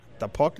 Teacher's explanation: His pronunciation of puck is also quite back. The puck. So it's not puck, it's puck.